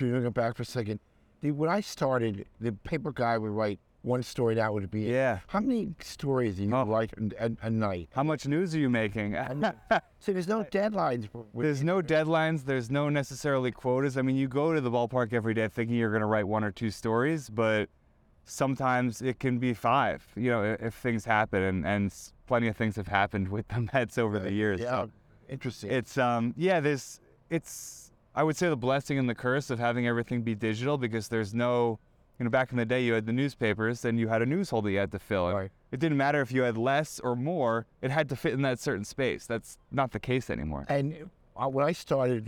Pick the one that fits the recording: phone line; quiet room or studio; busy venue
busy venue